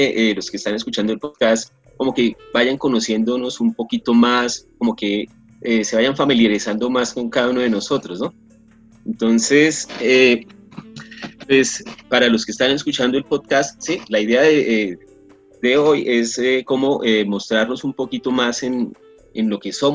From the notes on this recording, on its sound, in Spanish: Perdón por las fallas del audio